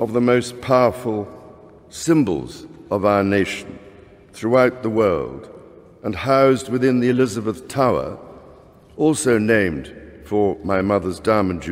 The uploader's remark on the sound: Addresses Parliament At Westminster Hall